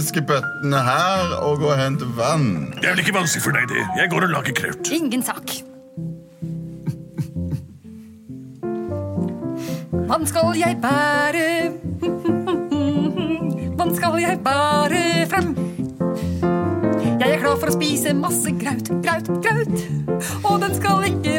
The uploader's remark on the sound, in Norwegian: Forslag gitt underveis av publikum.